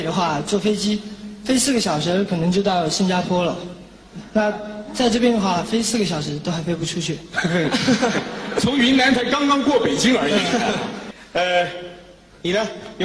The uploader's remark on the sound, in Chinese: 還有聽故事的觀眾